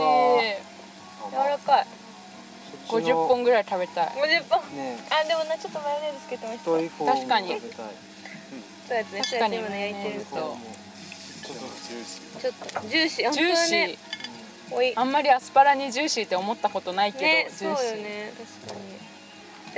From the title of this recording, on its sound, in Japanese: Made in ARITA でデイキャンプ！〜当日編〜